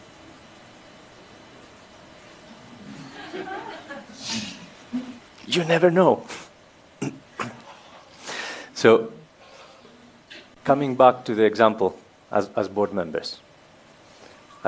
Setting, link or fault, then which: setting, large echoing room